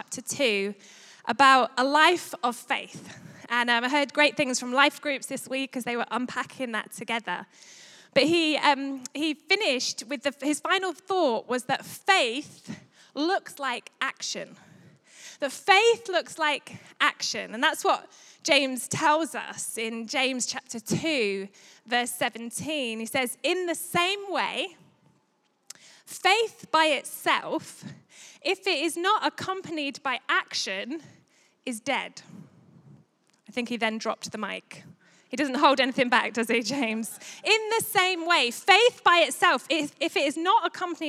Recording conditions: large echoing room